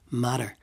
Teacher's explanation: a middle class one might tap the two T's and turn it into matter.